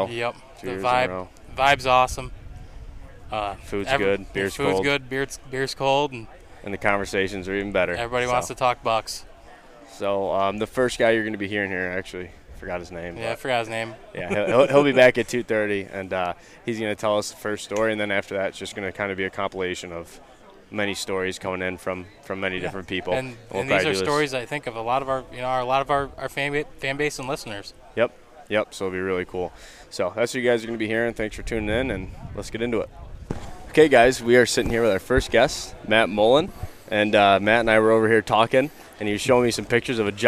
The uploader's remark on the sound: In this episode we go live from Hunt Stock! We were able to meet a ton of great people, see some old friends, and hear a ton of awesome stories in which some of them made it into this podcast.